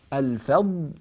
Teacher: الفضل انطباق اللسان، صفة الإطباق، انطباق اللسان في مخرجه. الفضل ينتقل اللسان من حرف الضاد إلى حرف اللام دون أن ينفك عن سقف الفم، لا ينفك عنه، ينتقل انتقالا، المجال المتصل من جانبي اللسان يتصل من الأمام بدلا من أنه يتصل من الجانبين، هذا هو الانتقال من الضاد إلى اللام، فليتنبه لذلك.